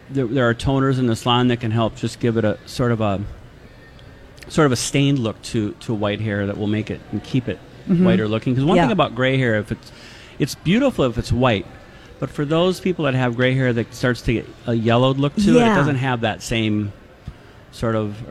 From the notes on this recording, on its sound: Live at the Galleria for Small Business Saturday!